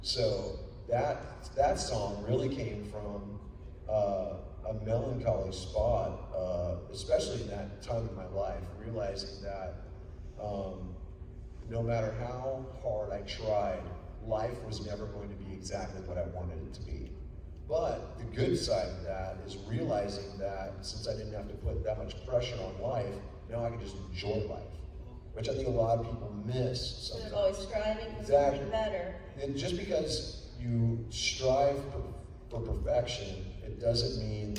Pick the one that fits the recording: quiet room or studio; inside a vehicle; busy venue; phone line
busy venue